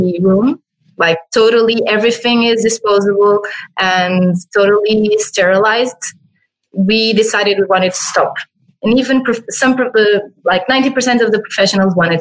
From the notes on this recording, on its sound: This episode was first recorded as a webinar in April 2020 and converted to a podcast.